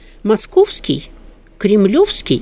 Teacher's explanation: Это «московский», «кремлевский», ударение на «ов»